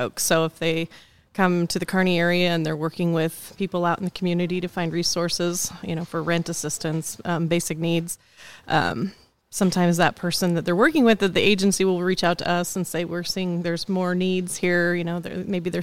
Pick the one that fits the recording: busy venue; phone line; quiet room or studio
busy venue